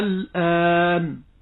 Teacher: فتجد هنا حرف المد وبعده اللام الساكنة المظهرة لا تشديد فيها لا إدغام فيها، فهنا تقرأ بالمد بمقدار 6 حركات الآن، وتقول مد لازم كلمي مخفف.